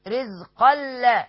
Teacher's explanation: ادغام بغير غنة كامل يعني هتلغي التنوين خالص كأن لا وجود له وتقولها كده رزقا لا.